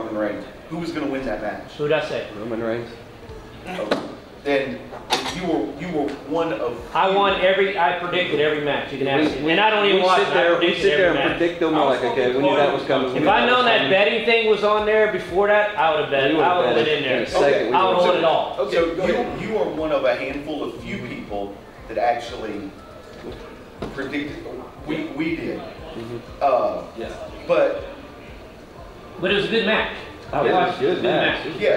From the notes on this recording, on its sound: a panel we conducted at Metrotham Con 2023